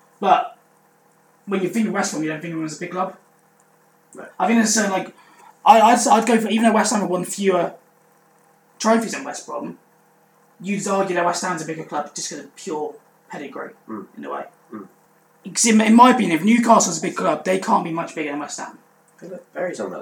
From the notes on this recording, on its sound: Apologies for the audio quality in this episode!